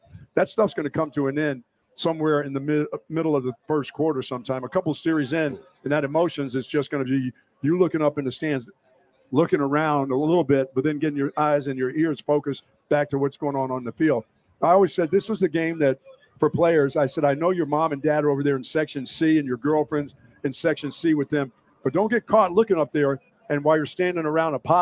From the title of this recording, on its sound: Pregame Show LIVE from the State Fair of Texas